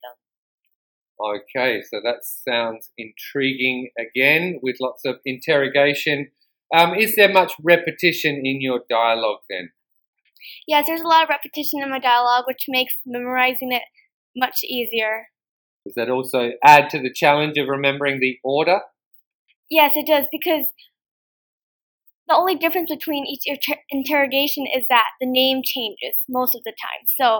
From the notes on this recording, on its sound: Unfortunately the sound quality was not the best for this podcast.